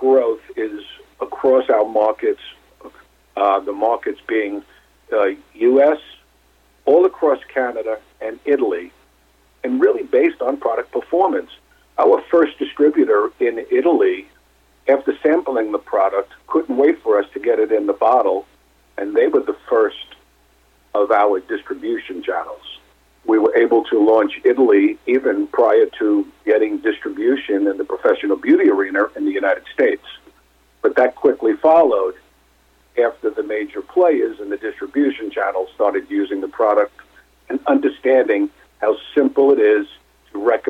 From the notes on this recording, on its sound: called in to SmallCapVoice